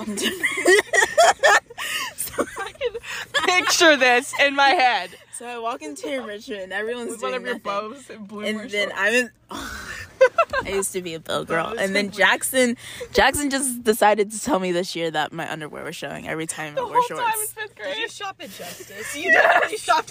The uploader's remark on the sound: Live from the Sonic Parking Lot